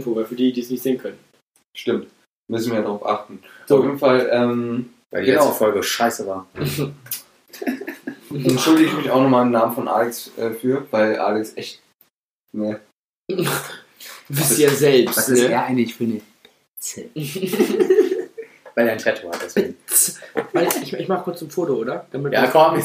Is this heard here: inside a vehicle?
no